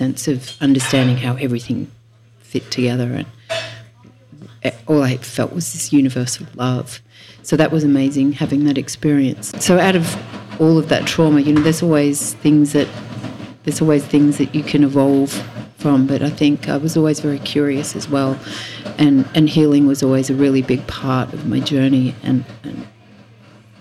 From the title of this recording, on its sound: Live from Habitat in Byron Bay